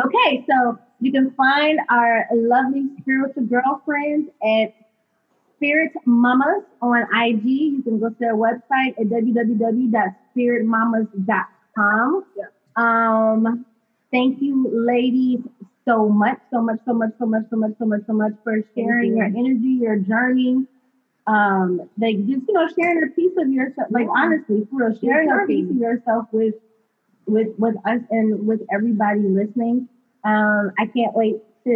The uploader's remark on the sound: If the audio isn't up to par.